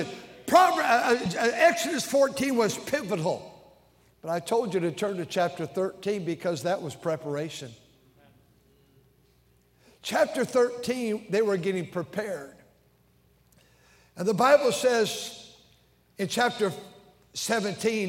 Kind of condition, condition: setting, large echoing room